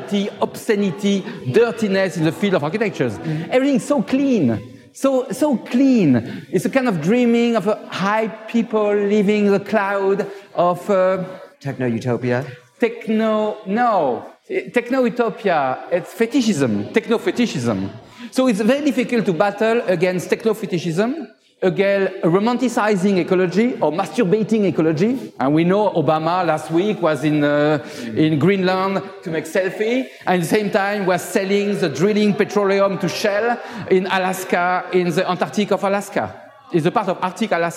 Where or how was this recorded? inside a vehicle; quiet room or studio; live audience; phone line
live audience